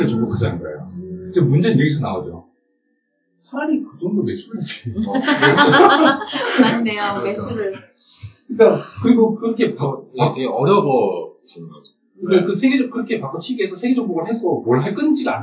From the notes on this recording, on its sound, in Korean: 1회부터 3회까지 녹음상태가 고르지 못해 죄송합니다.